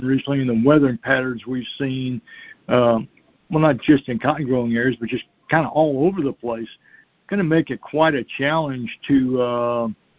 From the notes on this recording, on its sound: Monthly Cotton Conference Call.